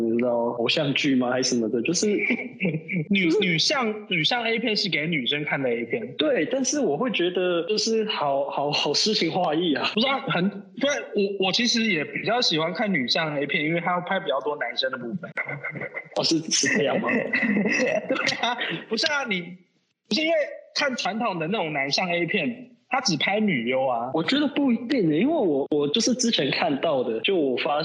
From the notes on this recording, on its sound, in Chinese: 隔離中沒辦法好好set錄音裝置 音質很差。